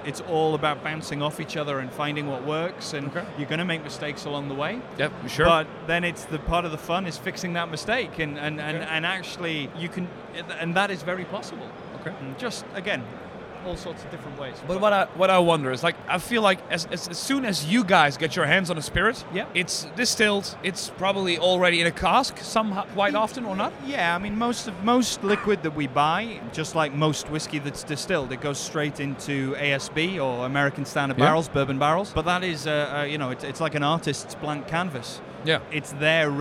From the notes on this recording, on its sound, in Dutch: Opgenomen op WFNN 2022. Zitten we gezellig aan tafel.